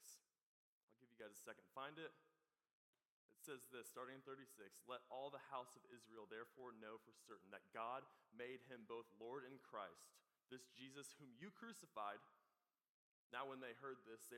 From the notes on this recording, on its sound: This is the recording of our event "24"!